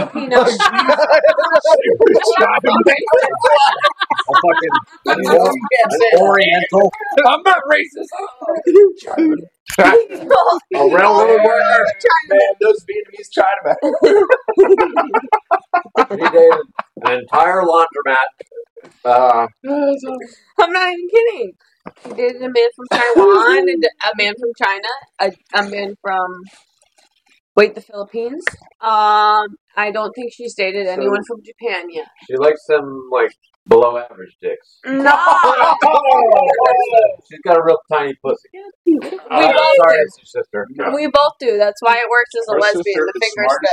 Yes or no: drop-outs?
yes